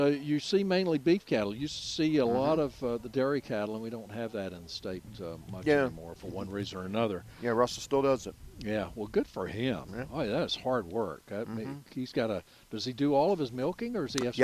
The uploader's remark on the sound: broadcasting live from Campbell Road Nursery